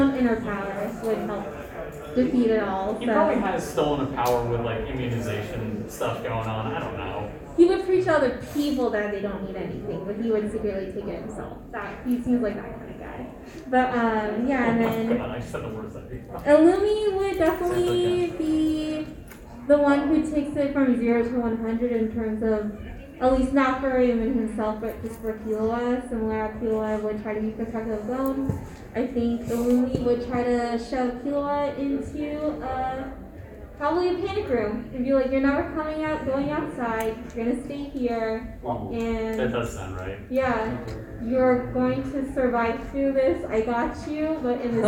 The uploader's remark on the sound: 3 of the 5 members of the pod crew did a panel at Saboten Con 2021 in Phoenix Arizona.